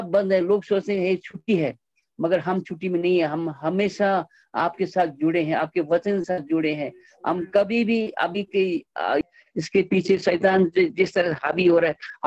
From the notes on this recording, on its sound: Arunachal Pradesh. Zoom Meeting.